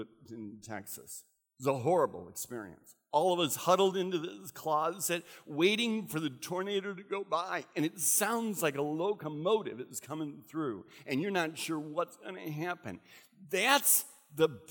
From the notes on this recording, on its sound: recorded at Central: A Christ-Centered Church on 12/27/15.